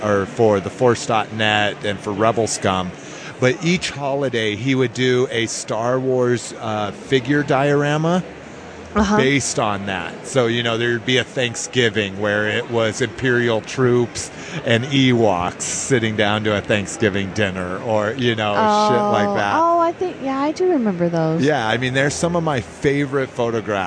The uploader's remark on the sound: The show which was recorded in its entirety at the con.